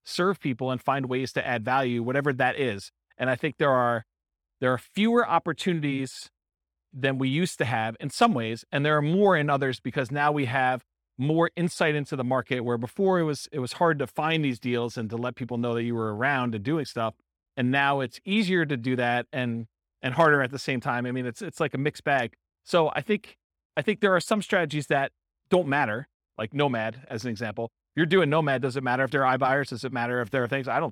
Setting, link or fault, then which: setting, live audience